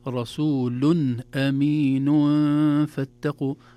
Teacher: النون أصبحت مخفاة وليست ظاهرة